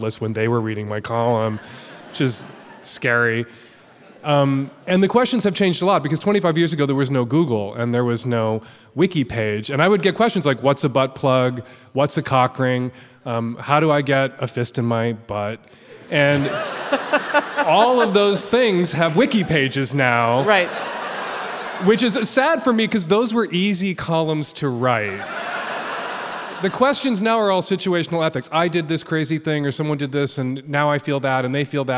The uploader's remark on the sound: LIVE from The Castro Theatre in San Francisco, California.